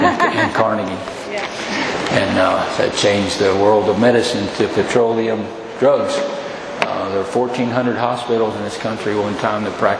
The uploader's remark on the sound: At the 2023 Spring Equine Affaire in Columbus Ohio. Presented/recorded on April 16th, 2023 on the Seminar Stage Voinovich Center.